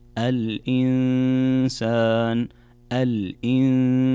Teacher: هنا نون ساكنة جاء بعدها حرف السين، والسين من حروف الإخفاء، فعندنا كذلك هنا غنة بمقدار حركتين